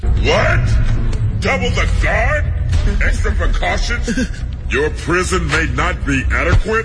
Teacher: 他声音又靠后又靠下，从地底上上来的似的哈